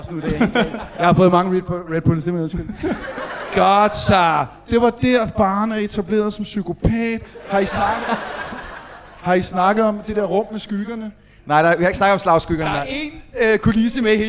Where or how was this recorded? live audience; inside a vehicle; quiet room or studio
live audience